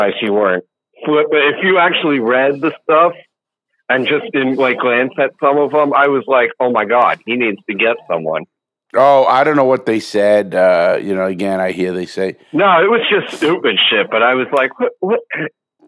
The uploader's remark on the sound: The caller called.